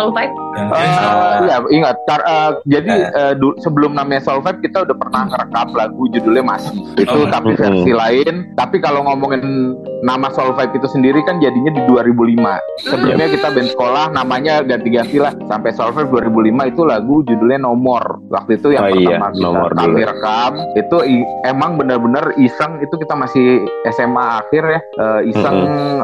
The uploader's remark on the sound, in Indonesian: program live zoom I Radio Makassar yang dikemas sebagai podcast